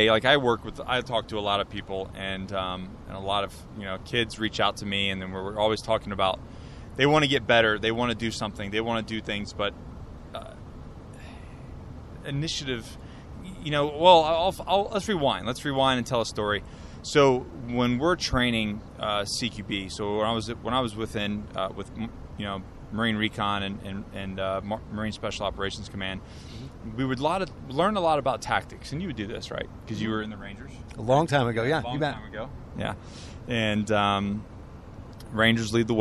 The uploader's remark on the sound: So there I was in the back of a Tahoe getting to record a podcast